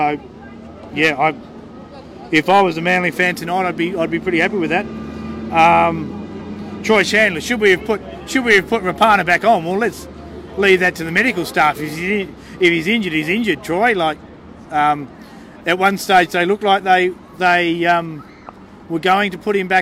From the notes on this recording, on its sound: on location for The Greenhouse Live outside Brookvale Oval